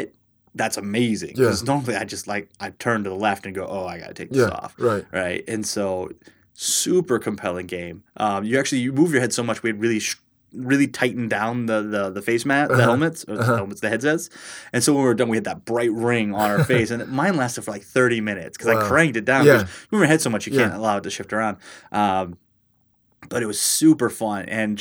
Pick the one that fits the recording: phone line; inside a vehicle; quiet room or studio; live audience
quiet room or studio